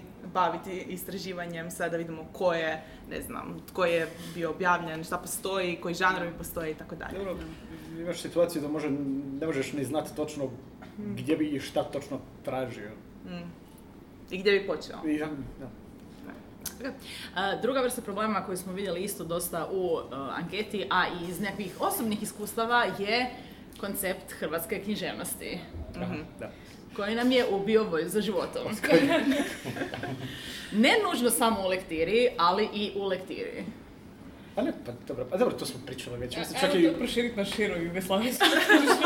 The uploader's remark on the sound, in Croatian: Liburnicon Live. Bili smo na Liburniconu, festivalu ljubitelja znanstvene fantastike i fantastike.